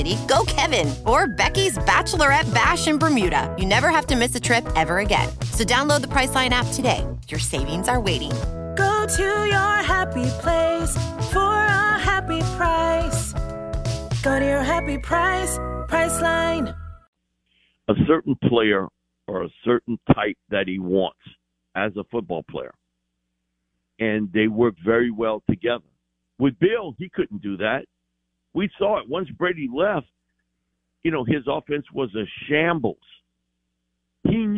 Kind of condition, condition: link, phone line